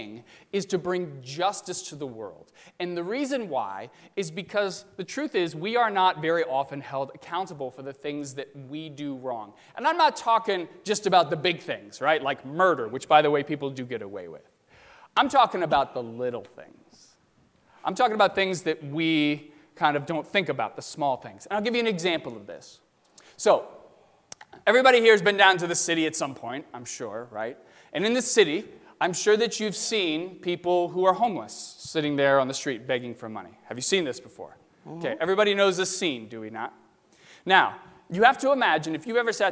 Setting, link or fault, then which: setting, large echoing room